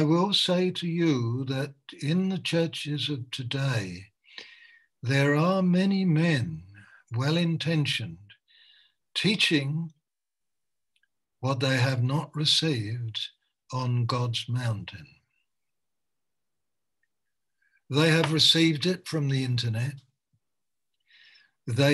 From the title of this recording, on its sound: Malaysia Meets (Zoom)